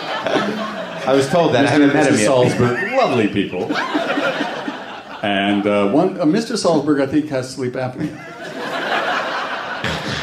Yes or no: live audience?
yes